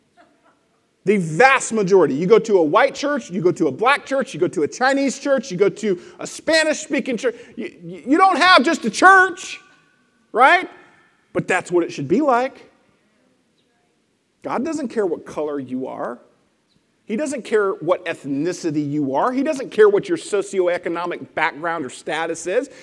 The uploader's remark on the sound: Lesson presented at The Crossings Church Collinsville in Collinsville, IL – a non-denominational church that meets Sunday mornings at 2002 Mall Street, Collinsville, IL.